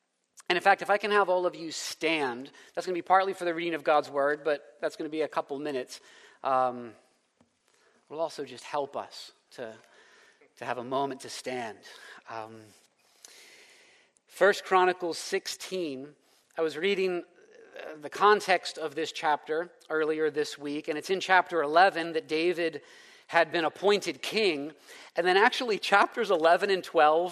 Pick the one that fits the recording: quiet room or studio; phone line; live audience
live audience